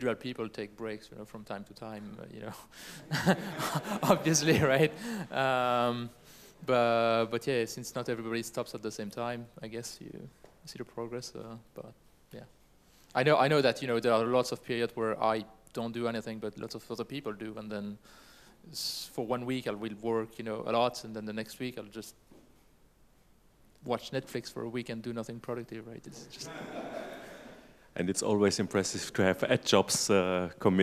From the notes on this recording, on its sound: Moderated panel discussion with Osmocom developers and public Q&A